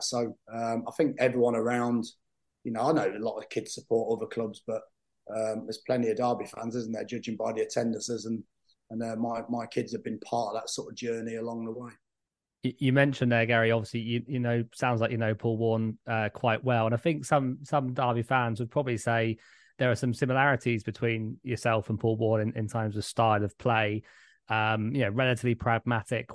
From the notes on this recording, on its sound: sat down on Zoom